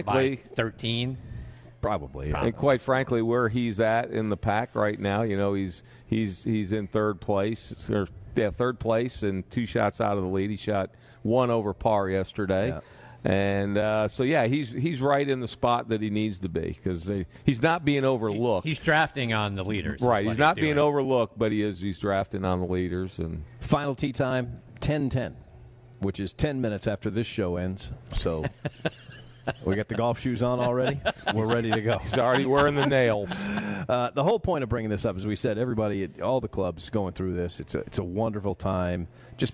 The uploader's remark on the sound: LIVE from the Dogwood Club championship in Austell, Georgia.